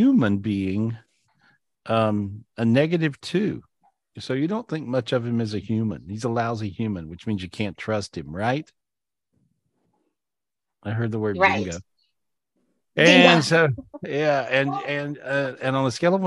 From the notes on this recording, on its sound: This was recorded LIVE on Zoom on October 21st, 2023.